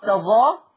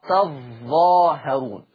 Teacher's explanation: حفص يخفف الظاء تظا، أما ورش يشدد الظاء